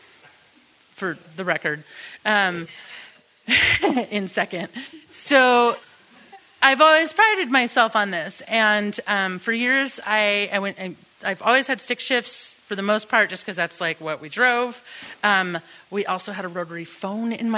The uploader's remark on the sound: Taken from our June 2023 Live Story Share. Stories Recorded Live. At New Prospect Theatre. At Champion Street Sound Studios.